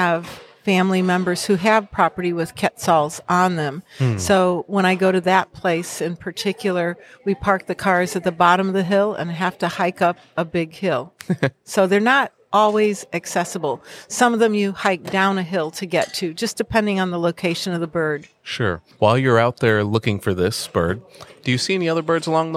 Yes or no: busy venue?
yes